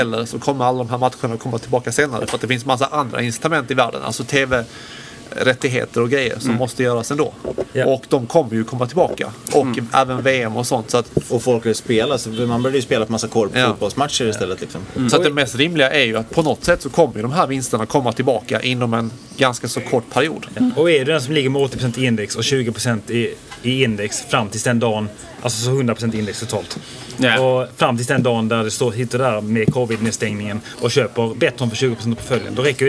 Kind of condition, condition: setting, busy venue